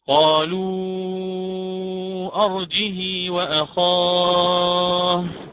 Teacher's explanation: أما الإمام ورش فهو يكسر الجيم ويأتي بعدها بهاء الكناية مع الصلة فيوافق أصله، لأن الجيم على يعني متحركة بالكسر، وبعدها الواو متحركة، فجاءت هاء الكناية بين متحركين فأتى بأصله وهو الصلة، فيقرأ: قالوا أرجه وأخاه، كذلك في سورة الشعراء.